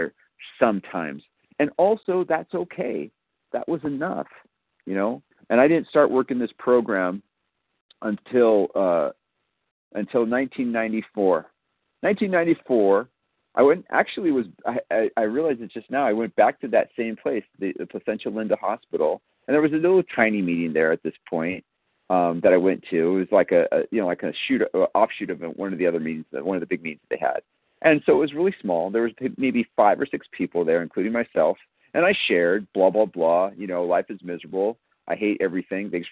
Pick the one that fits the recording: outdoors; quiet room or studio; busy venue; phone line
phone line